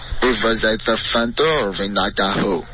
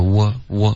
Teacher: It was 的这个 w 的音，你刚发成一个 v 的音了，OK，就下唇碰到上齿摩擦了。可是 w 的音是两个嘴唇都嘟起来，是一个 w，它没有摩擦的音 · Shown in: second take